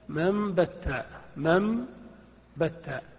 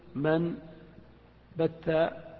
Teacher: فقوله من بت يجب أن تقلب النون هنا ميما · Shown in: first take · فتقول مم بدل من، وتقول في الجملة مم بتا مم بتا، ولا يصح أن تقول من بتا بالنون. · Term: قلب النون ميما